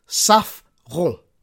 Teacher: You need to roll the R in the back of your throat.